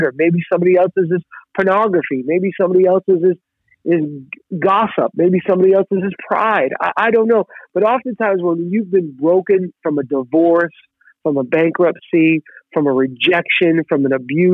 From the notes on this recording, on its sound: Location: TMB Office, Phone